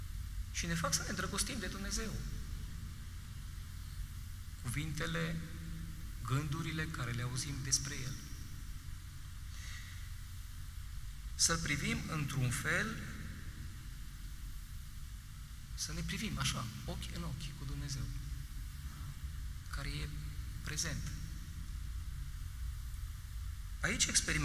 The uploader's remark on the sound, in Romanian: Material audio cules şi prelucrat din transmisiunea video în direct de la Catedrala din Lugoj